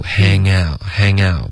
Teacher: Hang out,不要顶舌尖。OK,这是一个后鼻音的连读。